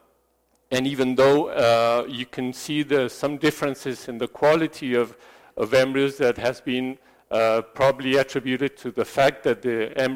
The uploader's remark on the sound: This lecture was given at the 360◦ of Fertility: Optimizing Clinical and Laboratory Approaches educational program in Sao Paulo, Brazil